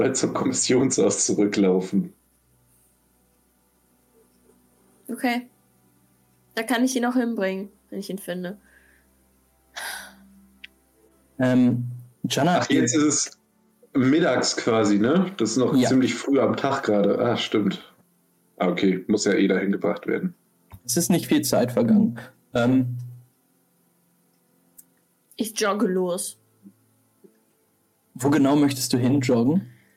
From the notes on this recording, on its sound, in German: Sorry für die Sound-Issues